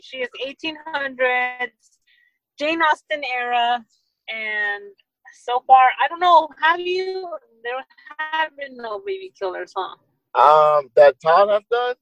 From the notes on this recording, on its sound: On this episode we are still doing the zoom so the audio is a 100%.